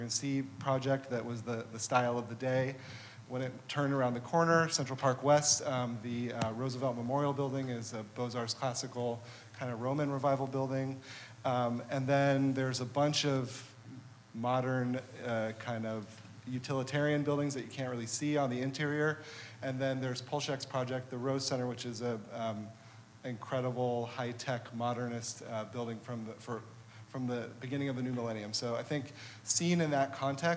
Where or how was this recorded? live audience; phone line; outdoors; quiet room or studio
live audience